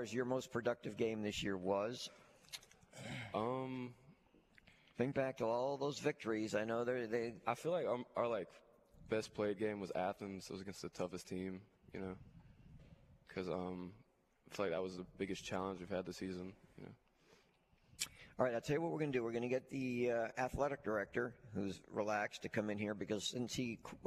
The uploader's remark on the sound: Playoff Gameday at Mobile Christian. LIVE at MCS on the morning of their playoff game against Houston Academy!